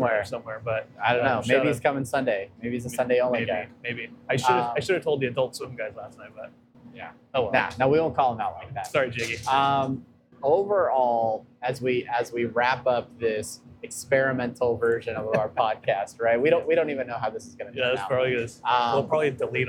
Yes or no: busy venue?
yes